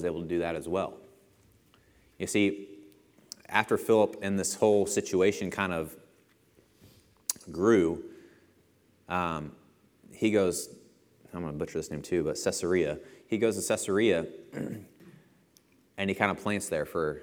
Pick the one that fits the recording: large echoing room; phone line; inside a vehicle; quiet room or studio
large echoing room